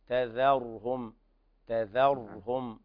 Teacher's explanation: لاحظ ترقيق الذال حتى لا تفخم فتحول إلى ضاء